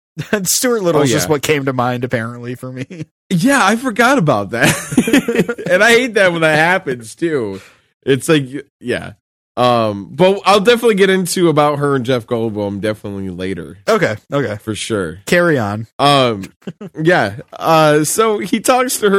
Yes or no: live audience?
no